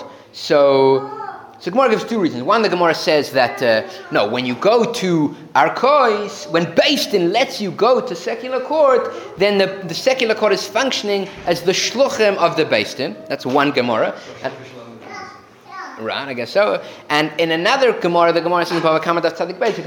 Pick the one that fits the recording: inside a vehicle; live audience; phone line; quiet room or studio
live audience